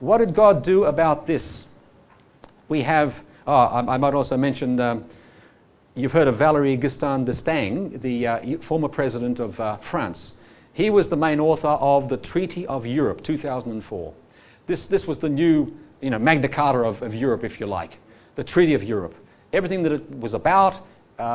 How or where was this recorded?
live audience